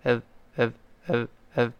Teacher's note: 读快了之后呢，这个 I 就读不出来，这个 I 的声音就弱化了